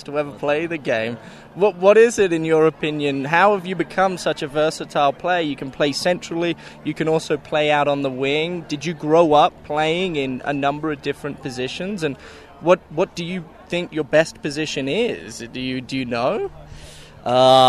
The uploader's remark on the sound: live from RSL practice 06/24/22